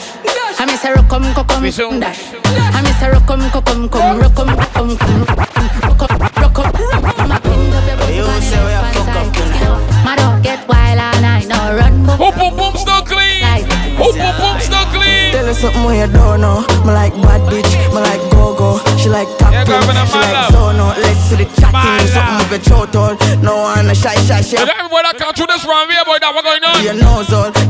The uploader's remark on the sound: BDAY PARTY LIVE AUDIO.